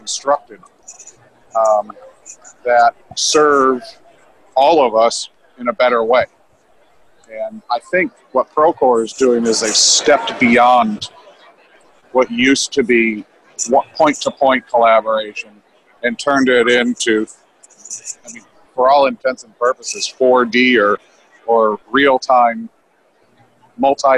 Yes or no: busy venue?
yes